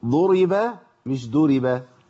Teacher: طيب ناخد بالنا ان الضاد لو تعاملنا معاها بشيء من التراخي تبقى دال على طول